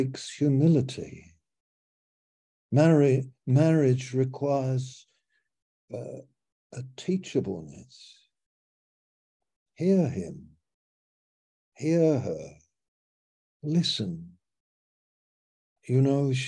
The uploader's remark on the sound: Malaysia Meets (Zoom).